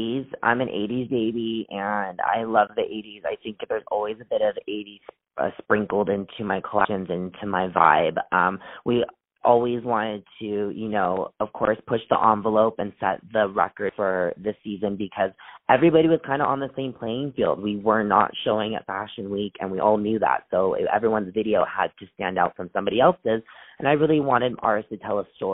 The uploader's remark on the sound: On the phone